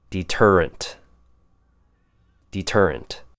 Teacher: D has the long E sound, ter as in T-E-R, and unt. I know you guys want to say rent at the end, but try and aim for the unt sound.